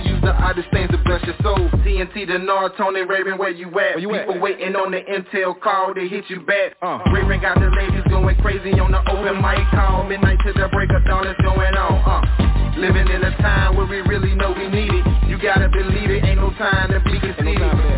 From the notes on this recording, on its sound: TNTSuperfantastic Conference Call